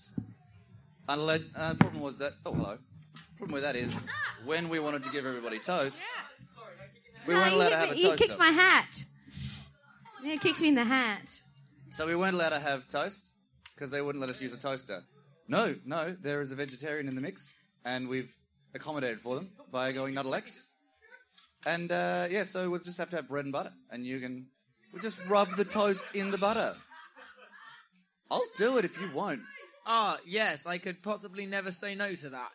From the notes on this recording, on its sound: Safety Toast Live at the Adelaide Fringe.